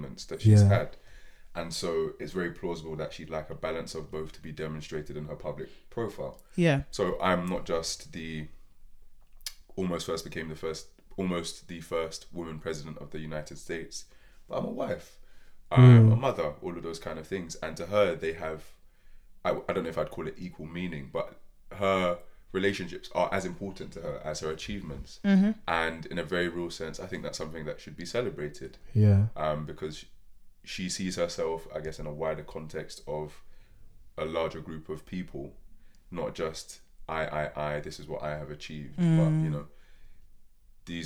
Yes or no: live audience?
no